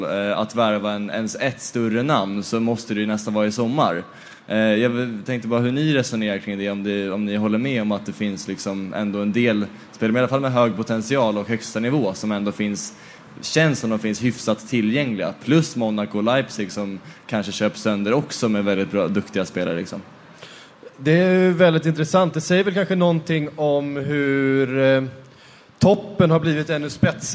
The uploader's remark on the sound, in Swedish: Live från Trädgården